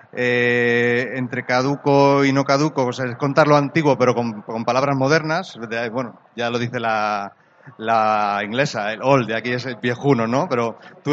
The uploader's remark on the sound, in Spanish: Directo Madrid Games Week